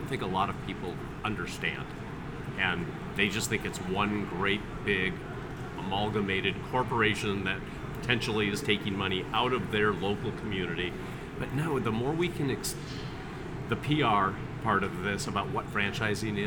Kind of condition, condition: setting, busy venue